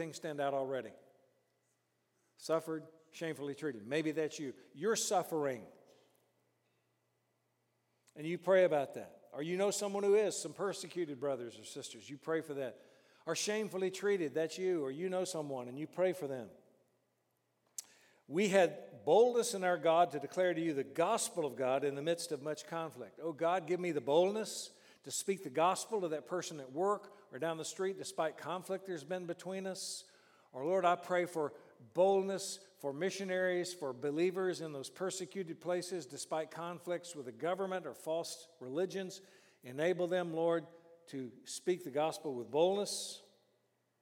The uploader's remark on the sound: during the morning session of our 5|S Conference